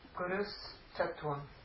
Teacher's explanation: any vowel, followed by Visarga, followed by one of these three, you know, the hard consonants where your tongue is involved, changes to the sibilant of the class. And this is the dental sibilant, this is the lingual sibilant, this is the palatal sibilant.